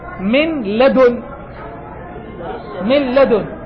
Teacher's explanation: إذن تزول النون، تقرأ لام مشددة · Term: الإدغام